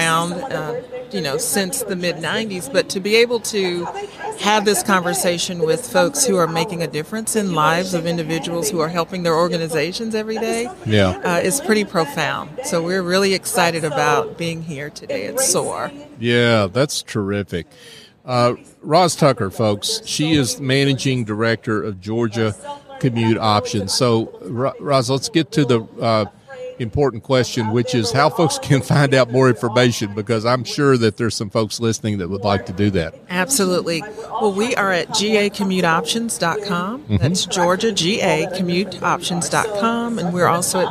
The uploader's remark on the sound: LIVE at the Business RadioX® remote at SOAHR 2023